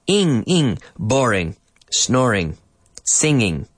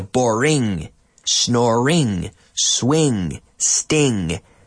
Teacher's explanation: the back part of your tongue touches up to the roof of your mouth, the top of your mouth, to close off the end. You have the end sound and then you close it off momentarily to complete that G sound. · Term: ing sound